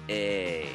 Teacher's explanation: It's an E colon. That E colon is a close, mid-front, unrounded vowel